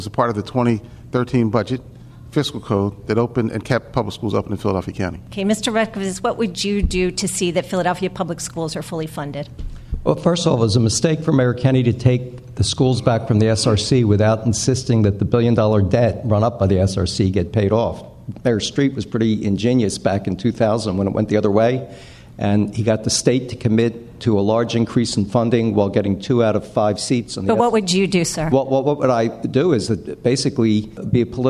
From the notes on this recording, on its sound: The one-hour debate was recorded in front of a live studio audience. Audience members also posed questions to the candidates.